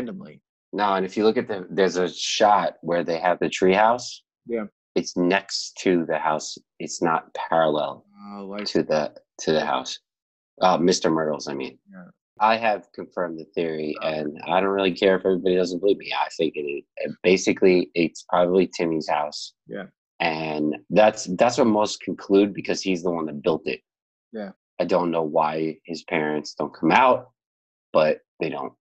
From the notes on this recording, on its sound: On Zoom so there are small sound discrepancies and tech issues.